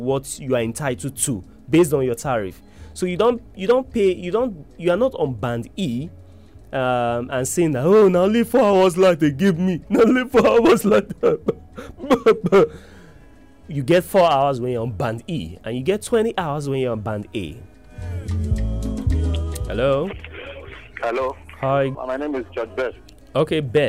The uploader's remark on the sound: PHONE. Listeners also called in to give their opinions and complaints.